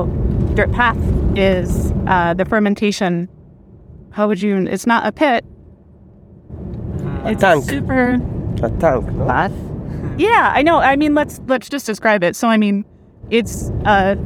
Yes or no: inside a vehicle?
yes